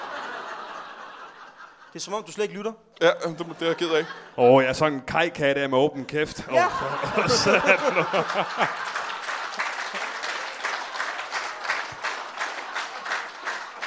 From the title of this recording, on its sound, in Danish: LIVE fra Slagteriet i Odense